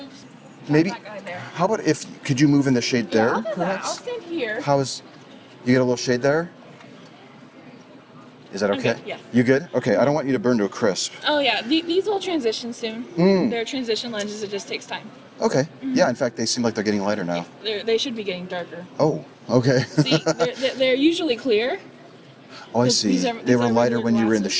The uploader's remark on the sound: Location: San Antonio, Texas. Recorded w/Go-Pro.